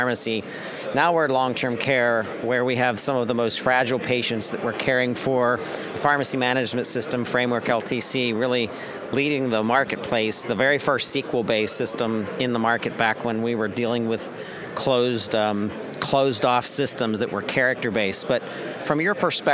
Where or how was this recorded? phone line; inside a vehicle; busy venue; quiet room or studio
busy venue